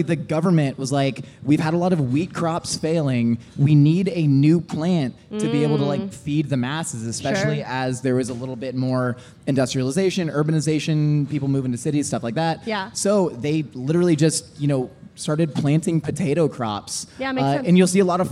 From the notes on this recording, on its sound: LIVE FROM MYTHICON. Live at Mythicon.